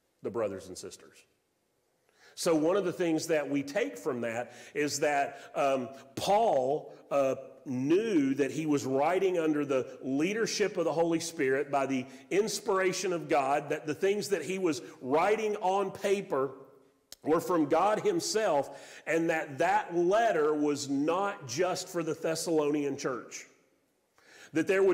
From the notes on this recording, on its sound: Sermon audio from Mission Church in Locust, NC.